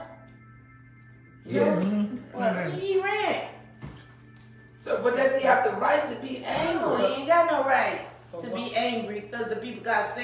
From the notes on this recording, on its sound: In a Bible Study taping, live at the Historical St. Mary Congregational Church of Abbeville, La., congregants are unexpectedly cast in the role of counsel.